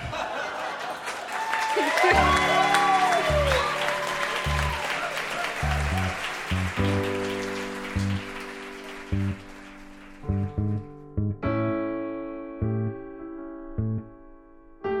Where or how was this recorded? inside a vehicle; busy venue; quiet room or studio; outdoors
busy venue